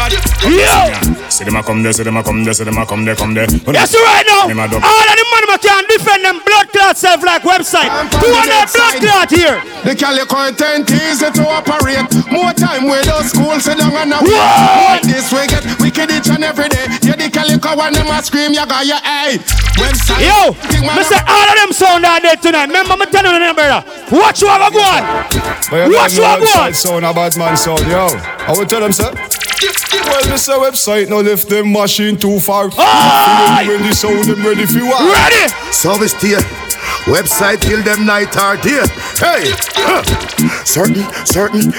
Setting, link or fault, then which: setting, busy venue